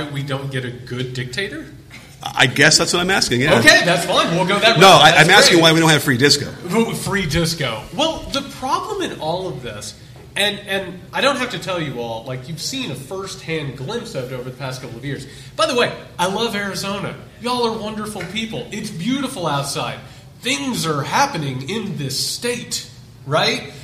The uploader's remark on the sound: A Live Discussion. Appeared at a book signing at Changing Hands Book Store in Phoenix, Arizona. Answer questions from the audience.